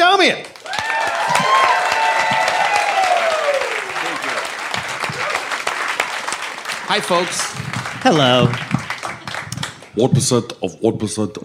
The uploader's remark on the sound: Recorded live at SXSW.